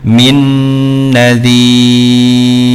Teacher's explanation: Kemudian seperti nun sukun bertemu dengan nun, maka juga dibaca gunnah